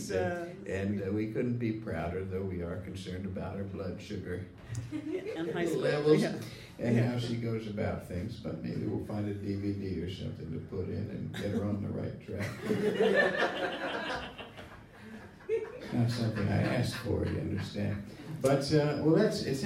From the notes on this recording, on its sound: Taped live at the Brooklyn Lyceum.